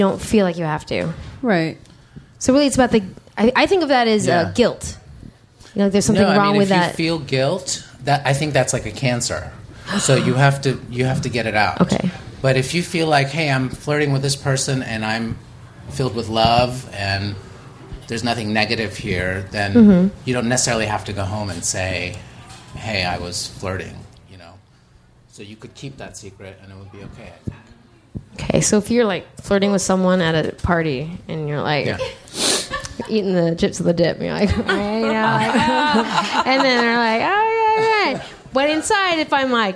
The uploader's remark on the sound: LIVE in DC